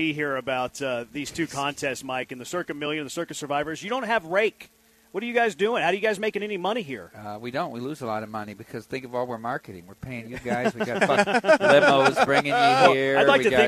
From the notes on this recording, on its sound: LIVE from Circa Resort & Casino in Las Vegas!